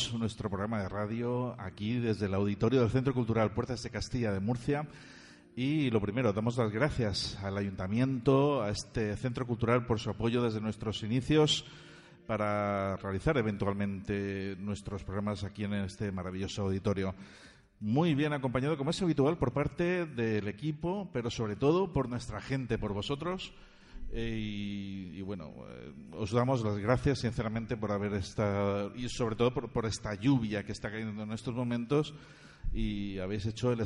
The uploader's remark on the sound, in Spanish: grabado el pasado viernes 5 de Abril en el Auditorio del Centro Cultural Puertas de Castilla de Murcia